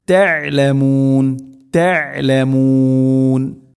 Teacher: വഅൻതും തഅലമൂൻ, ത ഐന് തൊണ്ടയുടെ മധ്യഭാഗം, ഐനും ഹാവുമാണ് തൊണ്ടയുടെ മധ്യഭാഗം മഖ്റജുള്ളത്